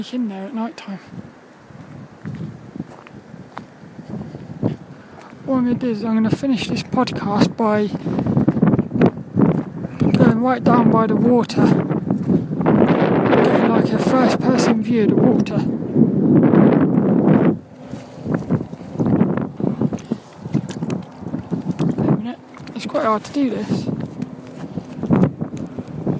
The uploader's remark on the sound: This 'About The Tings' brain dump episode was a Walk and Talk around Saltrum Woods in Plymouth